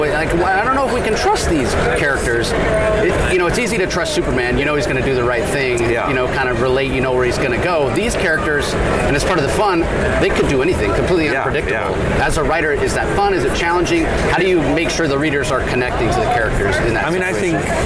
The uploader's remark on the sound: LIVE from SDCC '23